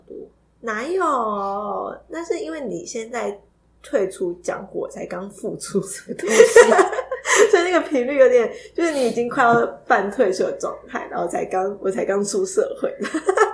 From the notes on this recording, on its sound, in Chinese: 這集有較多雜音